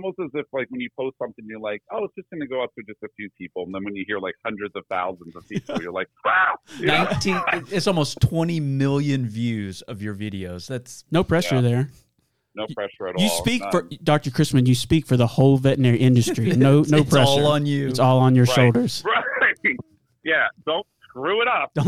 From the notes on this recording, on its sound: When you get two of the biggest personalities in the veterinary industry together on the phone